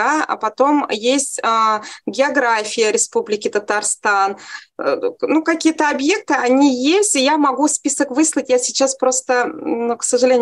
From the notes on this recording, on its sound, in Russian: Видеозапись вебинара